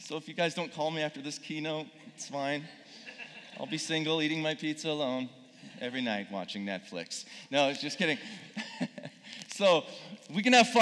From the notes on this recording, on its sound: Speaking in front of a live audience at Purpose Summit 2019.